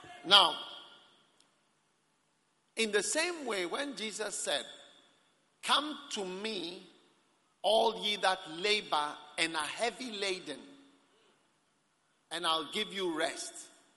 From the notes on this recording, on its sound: Preached at the Prophetic Encounter Service.